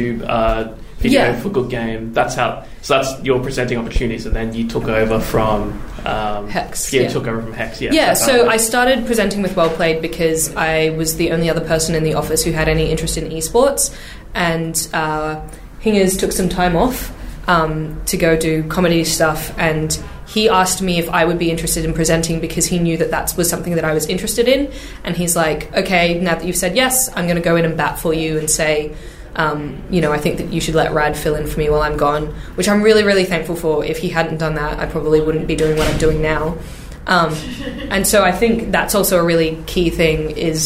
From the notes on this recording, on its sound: Recorded 5th October 2019 at High Score 2019!